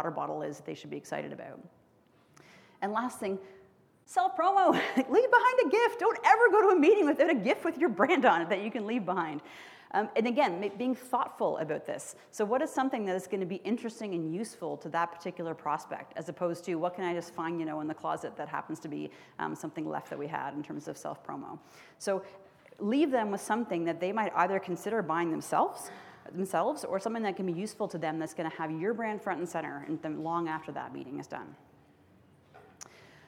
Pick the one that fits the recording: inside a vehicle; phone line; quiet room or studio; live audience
live audience